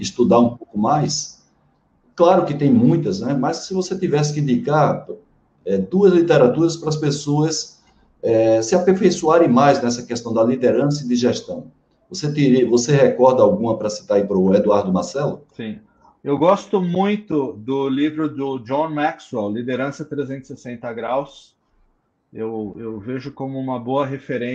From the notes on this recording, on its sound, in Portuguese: Esta é a gravação da live